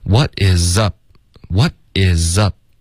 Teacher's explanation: 特的音省略了，导致一个干脆的停顿